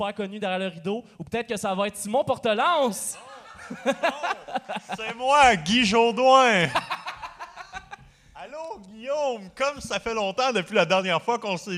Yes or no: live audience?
yes